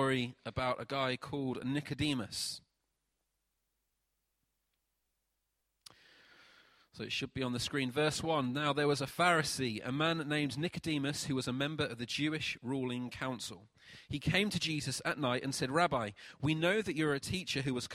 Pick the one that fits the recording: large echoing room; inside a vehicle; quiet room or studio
large echoing room